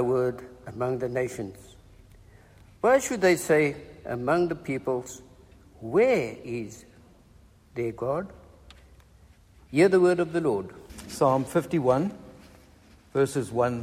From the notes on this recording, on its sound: Recorded at the 7pm Ash Wednesday service on 22nd February 2023